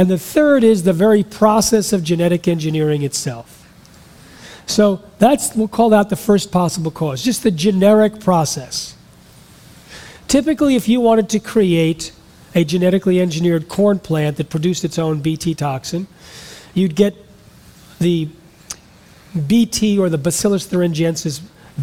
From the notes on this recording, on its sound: speaks in front a live audience